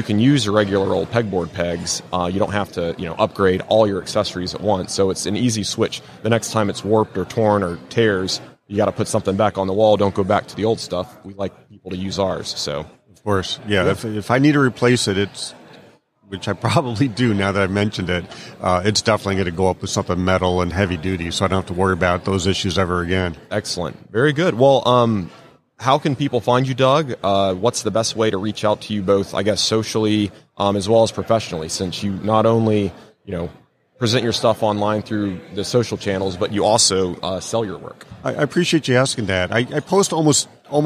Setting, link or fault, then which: setting, busy venue